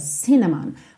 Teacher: cinnamon, tem a sílaba tônica na primeira sílaba, cinnamon. Mas aqui, por conta da melodia, acaba que a última sílaba também ganhou um pezinho extra.